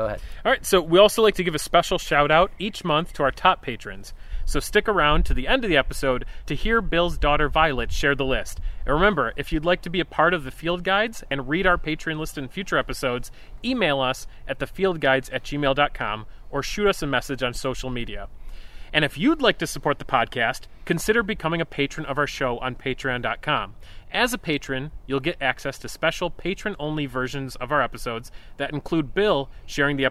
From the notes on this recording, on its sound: This episode was recorded on May 16, 2023 at the Hampton Brook Woods Wildlife Management Area in Hamburg, NY.